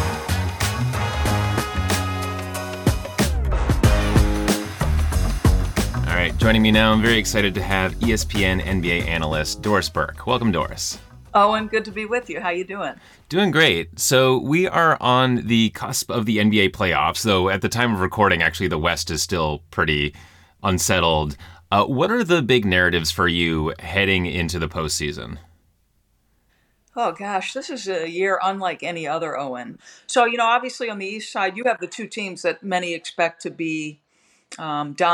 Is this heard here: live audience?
no